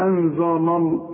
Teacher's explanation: اللام هنا مرققه، اللام بتاع لفظ الجلاله هي المفخمه